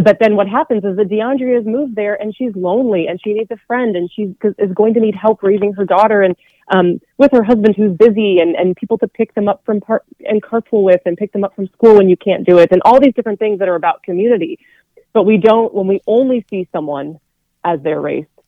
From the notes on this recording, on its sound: called in for a discussion